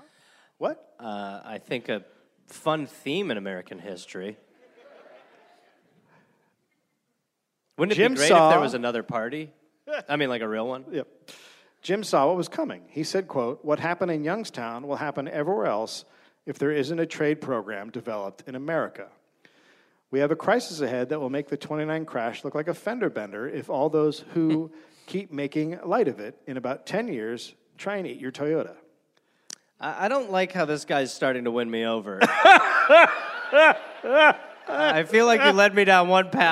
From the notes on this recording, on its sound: Recorded live in Columbus.